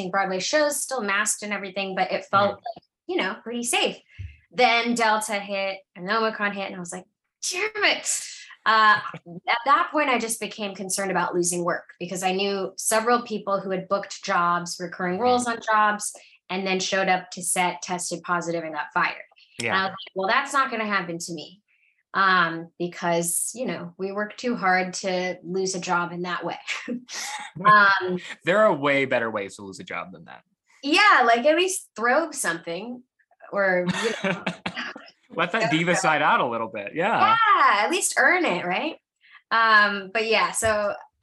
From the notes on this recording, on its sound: all before Zoom cuts us off.